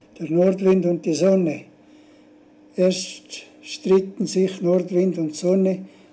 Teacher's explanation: so eine brüchige Altersstimme von einem Mann